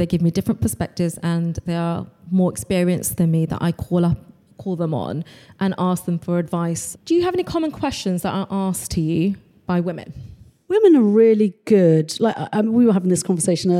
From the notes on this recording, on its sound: This is a special edition episode recorded live at Soho House.